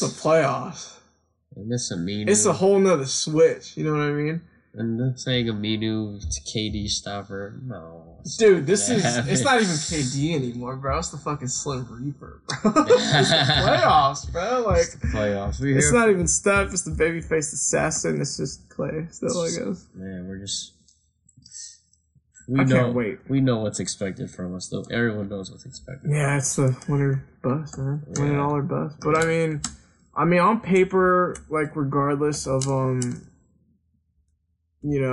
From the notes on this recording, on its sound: Some technical difficulties were on this episode.